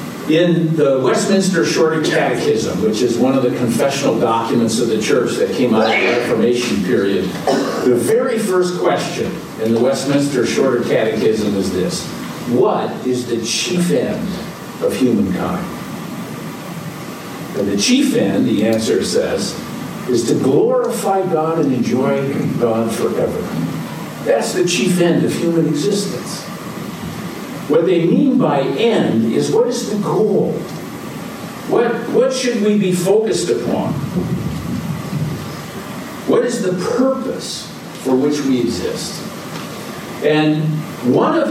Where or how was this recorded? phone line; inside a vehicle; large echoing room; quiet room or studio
large echoing room